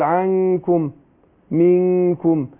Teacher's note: منها، ما اقول عنكم يبقى اخفيت النون عند الايه عند الكاف، بس عشان الكاف حرف مستفل فرققت الغنة